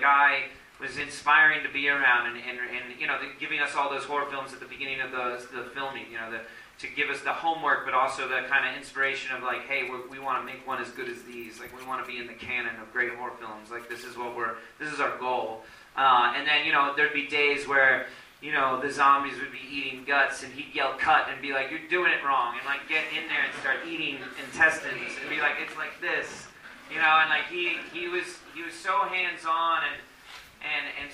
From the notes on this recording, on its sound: It was recorded after a screening of the film on April 9th in Philadelphia.